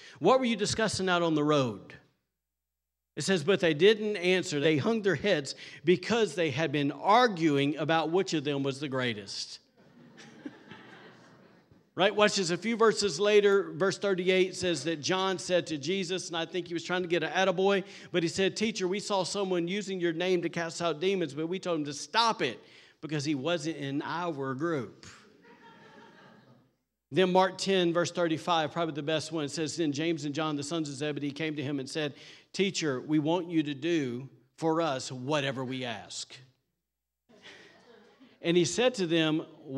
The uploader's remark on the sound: Recorded on Sunday, September 24th, 2023, during service at The Anchor Church in Rockport, Maine.